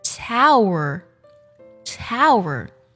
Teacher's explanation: 再来看塔，它最后呢，以儿化音结尾 · IPA: [ˈtaʊə(r)]